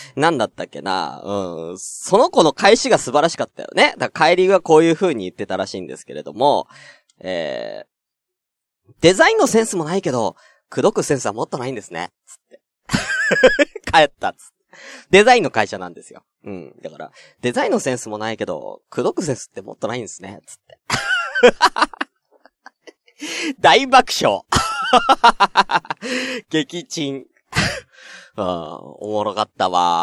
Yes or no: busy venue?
no